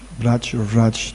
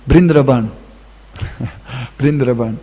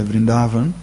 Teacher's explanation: Braj or Vraj, the B or the V is same in India.